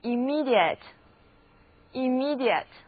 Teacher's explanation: 注意单词重音在第二个音节，而字母组合 ia 在这里读作 ear。虽然表示直接的意思，但是这个单词读起来却是曲折得很，一定要多读啊 immediate immediate 而短语 in the immediate future in the immediate